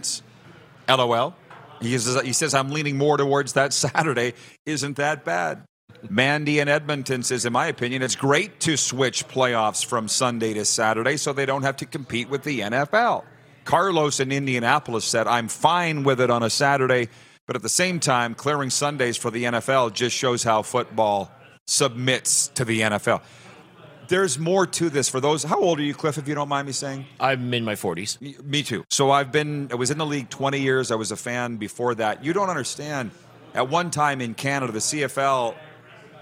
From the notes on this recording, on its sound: LIVE Grey Cup Coverage from Ballers RecRoom in Regina!